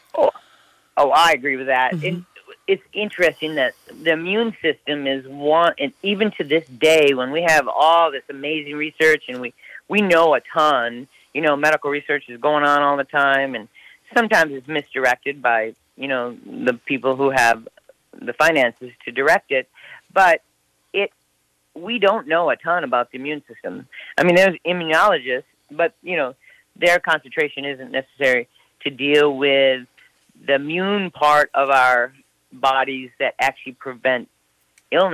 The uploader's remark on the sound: Over the phone from outside Austin, TX.